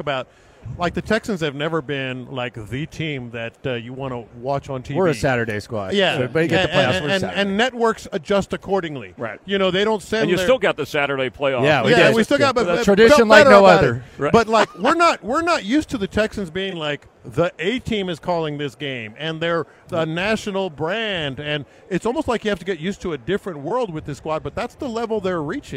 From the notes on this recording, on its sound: LIVE at Radio Row in Las Vegas